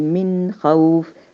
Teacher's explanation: ووراها حرف الخاء اللي هو من حروف الإظهار فبقول من خوف بنطق النون مظهرة بدون غنة وبعدين بنطق حرف الخاء بعدها